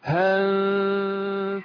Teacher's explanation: حاول ما تمطش الفتحة بتاعت الهاء